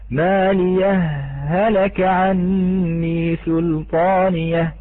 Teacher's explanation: السكت هنا فقط لفصل الهائين، لأن الإظهار لا يتأتى إلا بهذه السكتة، ولذا والبعض سماها بسكتة لطيفة، بهذه الطريقة سميت.